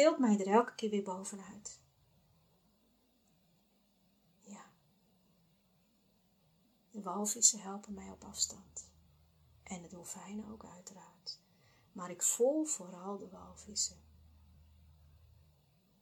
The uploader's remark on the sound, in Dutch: Bij het terugluisteren besloot ik dat het geluid nog niet is zoals ik wens, dus ga ik op zoek naar een microfoon.